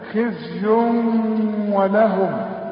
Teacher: عندي التنوين الضمتين وبعد واو، واو من حروف الادغام، وكأن الواو برضو مشددة. خزي ولهم، وما تنساش الغنة، ولهم.